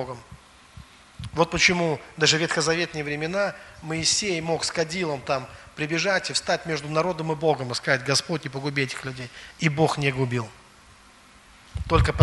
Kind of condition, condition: setting, large echoing room